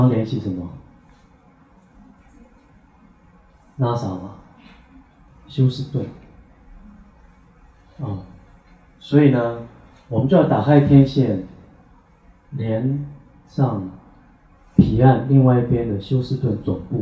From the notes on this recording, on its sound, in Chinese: 八月中在台北心悅人文舉辦的新書發表會現場錄音